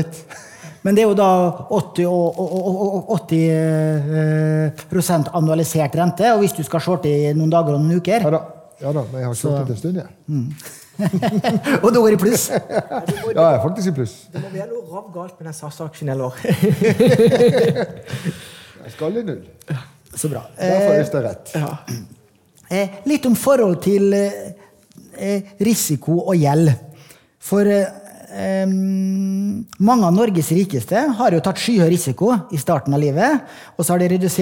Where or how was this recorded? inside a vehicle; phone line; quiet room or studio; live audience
live audience